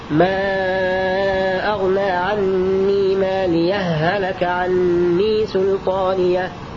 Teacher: نأتي إلى ما أغنى عني ماليه هلك عني سلطانيه، فيكون على وجه عدم النقل إظهار هاء مالية وذلك بسكتة لطيفة. وإذا قرأت بنقل حركة الهمزة إلى الهاء وجب إدغام هاء مالية هلك